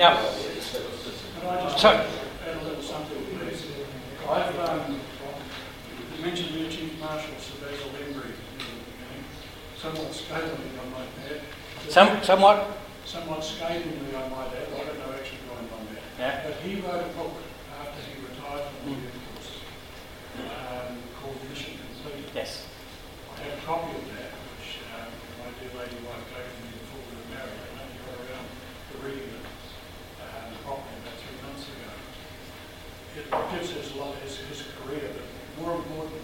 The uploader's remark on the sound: Live at the Wings Over New Zealand Forum Meet. Recordings from the Wings Over New Zealand Forum Meet 2014 held at Karapiro, Cambridge, New Zealand.